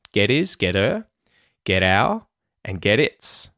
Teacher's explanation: Get his and get her, get our and get its, all have the T flap at the end of the word get. So, it happens with his and her because we delete the H.